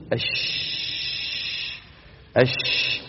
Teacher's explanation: لاحظوا أن اللسان مرتفع الوسط ولكنه غير منقفل على غار، في بينهما إيش؟ مجال لمرور الصوت، بخلاف الجيم · Term: الشين